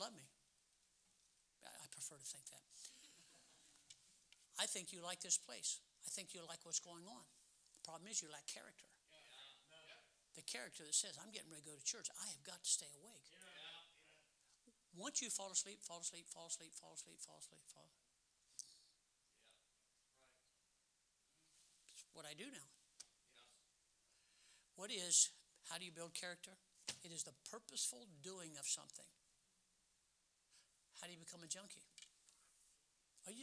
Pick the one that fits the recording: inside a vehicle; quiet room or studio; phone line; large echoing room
large echoing room